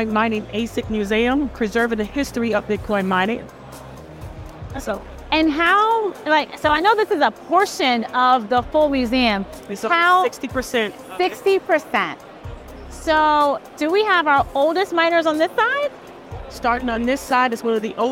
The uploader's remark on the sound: live at the Bitcoin 2023 conference held in Miami, Florida